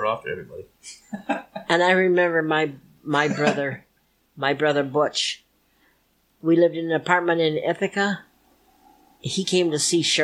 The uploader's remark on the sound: This is the second recording with my Grandma and Grandpa together. It is shorter than I would have liked and audio quality is not the best, but I cleaned it up the best I could.